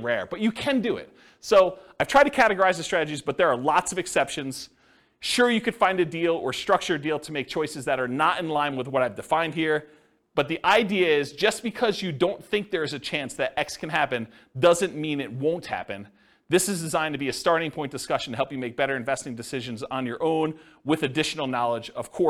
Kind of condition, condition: setting, live audience